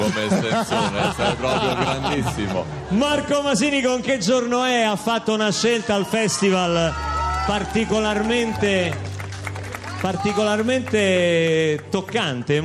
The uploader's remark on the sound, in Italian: Radio 2 Social Club in diretta dal Festival dei Sanremo.